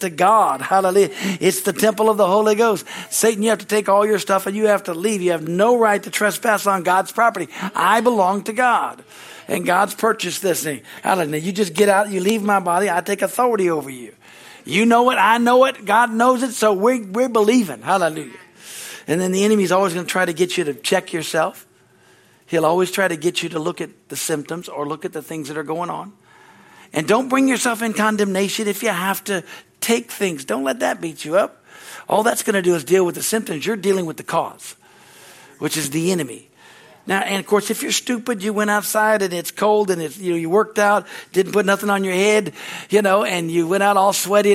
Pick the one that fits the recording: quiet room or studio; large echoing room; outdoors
large echoing room